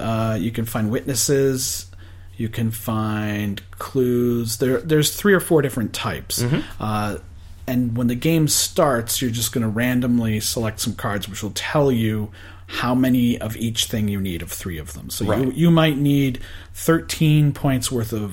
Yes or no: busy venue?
no